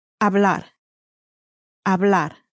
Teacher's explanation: you can start to hear that the stress is towards the end of that word because it ends in a consonant